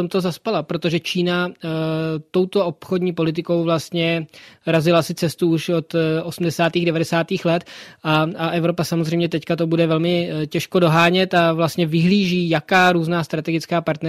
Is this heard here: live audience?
no